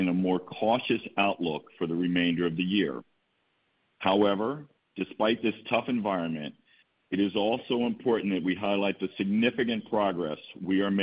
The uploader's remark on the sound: Q2 2023 Earnings Conference Call